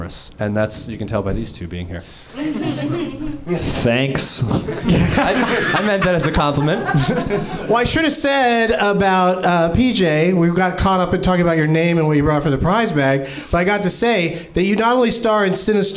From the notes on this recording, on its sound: Live from the NerdMelt Showroom in LA.